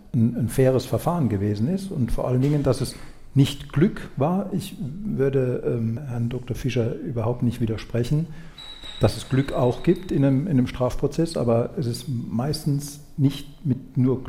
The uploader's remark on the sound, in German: Live beim SWR Podcastfestival. Beim SWR Podcast Festival in Mannheim.